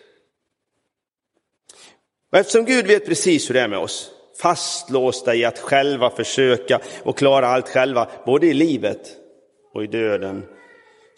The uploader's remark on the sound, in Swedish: Inspelad i Roseniuskyrkan den 21 maj 2023.